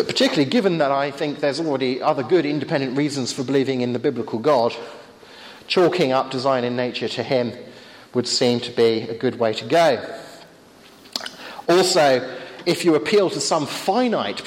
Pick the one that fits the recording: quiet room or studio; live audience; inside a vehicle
live audience